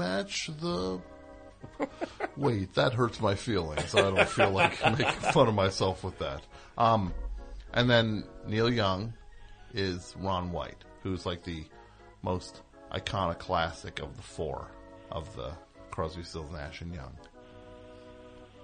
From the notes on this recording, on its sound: Completely unscreened phone calls moving at a rapid fire pace